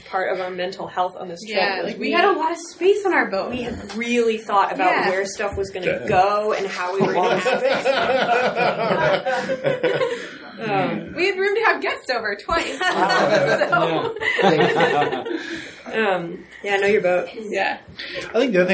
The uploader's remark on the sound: The roundtable discussion of the six teams who were willing to sit around with a couple of microphones. Recorded live at the KYC with an in-studio audience.